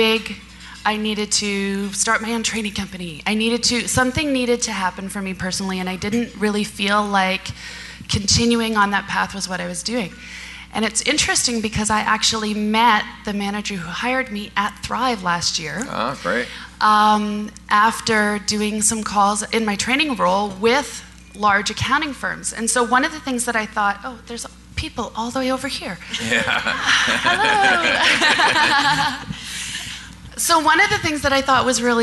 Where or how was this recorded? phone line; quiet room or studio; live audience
live audience